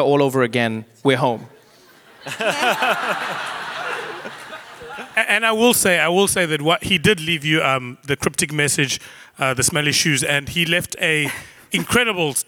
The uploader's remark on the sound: At the 2019 The Future of Everything Festival. To discuss the inner workings of The Daily Show at The Future of Everything Festival.